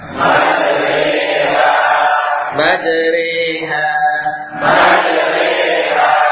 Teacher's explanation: Imalah khusus tentunya, ya, bacaan khusus. Cara membaca majroha adalah dengan mengganti fathah miring kepada i menjadi i.